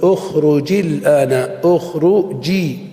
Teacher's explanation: تخلصنا بكسر الساكن الأول، هذا الأصل والأكثر في التخلص · Term: بجيم مكسورة